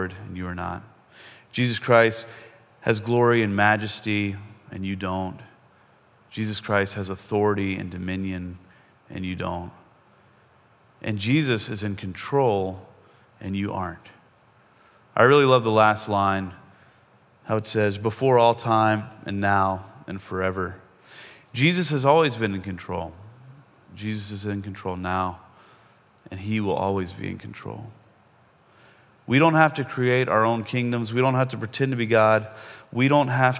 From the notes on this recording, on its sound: Most of this podcast is a sermon that he preached at Cross and Crown Church in Seattle.